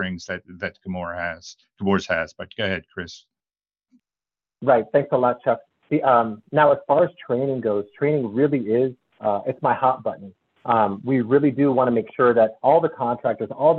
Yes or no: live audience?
no